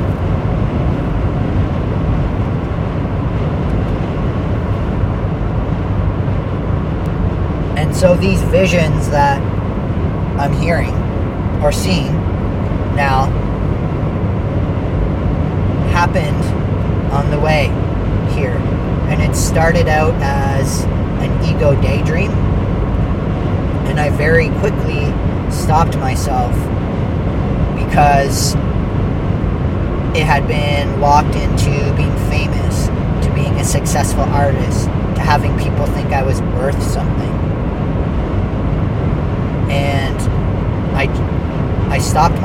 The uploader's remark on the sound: On the way to Chatham. First time recording while driving.